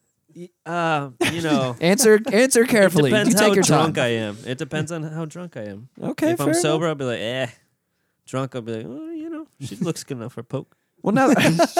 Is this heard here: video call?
no